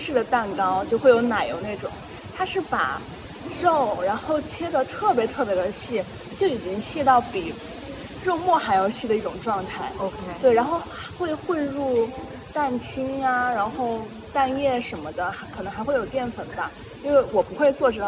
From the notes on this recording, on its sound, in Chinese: 本期节目的录制环境由于是在室外，因此收听过程中听众朋友们会听到一些杂音